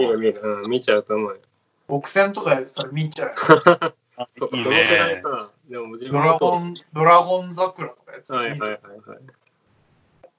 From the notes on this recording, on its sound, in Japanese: 初のリモート収録